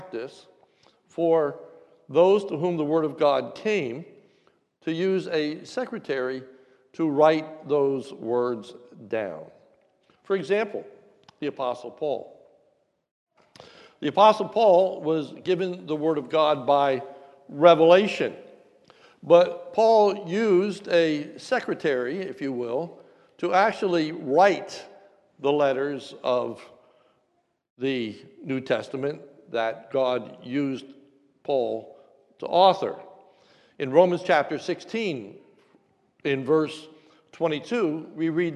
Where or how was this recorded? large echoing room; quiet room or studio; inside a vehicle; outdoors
large echoing room